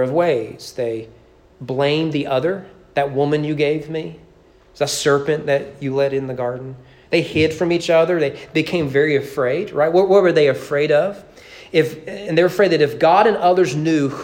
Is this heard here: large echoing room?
yes